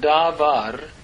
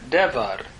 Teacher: there is a shortening of the vowel pointing from Davar to Devar